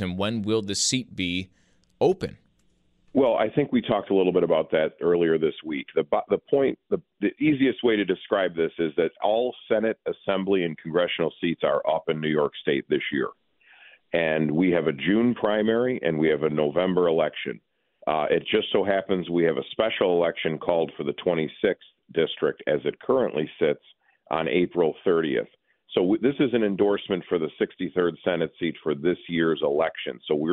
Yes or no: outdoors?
no